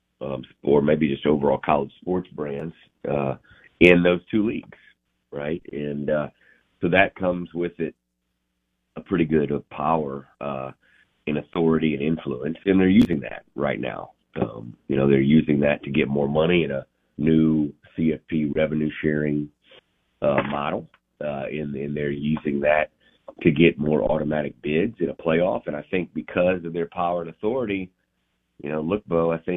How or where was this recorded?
phone line